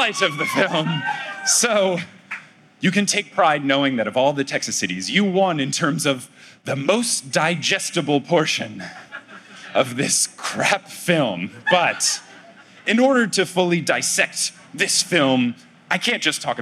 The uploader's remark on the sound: LIVE in San Antonio!